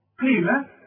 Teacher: القاف مكسوره، والقاف في اخر درجات التفخيم